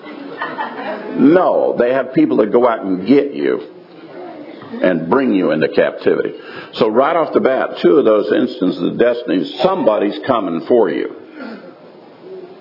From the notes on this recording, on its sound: live from Tabernacles 2018